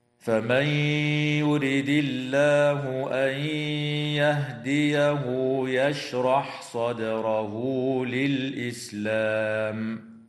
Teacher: وتقلقل الدال في كلمة صدره